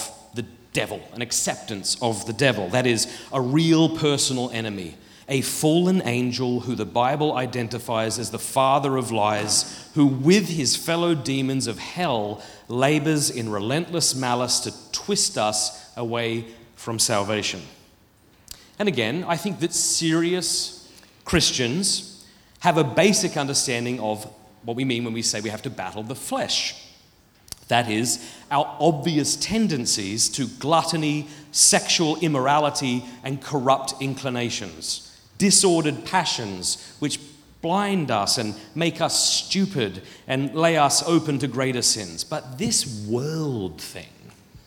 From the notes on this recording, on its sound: Filmed at the Purpose Conference 2023.